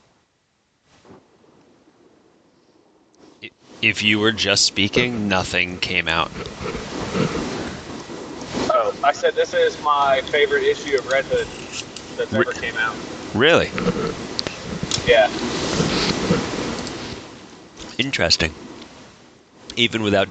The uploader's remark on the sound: We apologize for the sub par audio as it seems recording on the hands free bluetooth device wasn’t such a great idea. We tried to clean it up as best as we could.